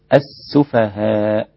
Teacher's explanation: سيقول السفهاء من الناس، السفهاء أيضا السين رقيقة، واللام قبلها لام شمسية تكتب ولا تنطق السفهاء هكذا وليس السفهاء.